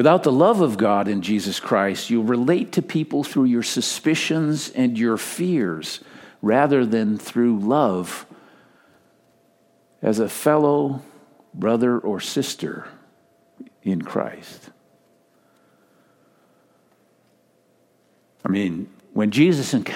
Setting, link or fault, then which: setting, large echoing room